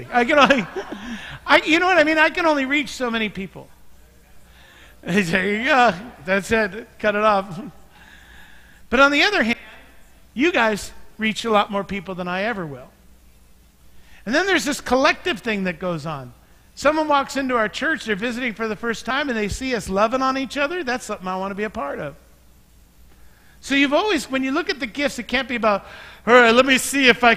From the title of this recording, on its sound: Mt. Zion Church Live!